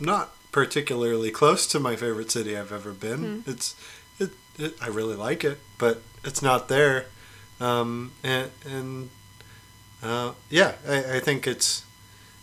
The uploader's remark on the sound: We apologize for the high pitched buzz (insert drinking joke here) during this week's episode, we couldn't resolve it during editing.